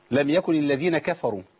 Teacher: خد بالك من حاجة، بس ما قولش لم يكن الذين كفروا، لأن لو الكاف ما مشيتش فيها النفس هتبقى جافروا